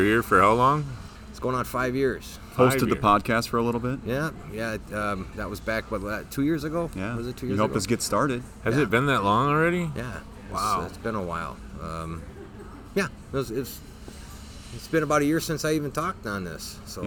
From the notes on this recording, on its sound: Recorded from one of our Driver Appreciation events. They talked to a number of Roehl teammates.